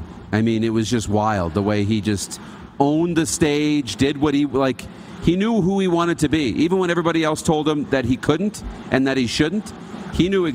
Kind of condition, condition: setting, busy venue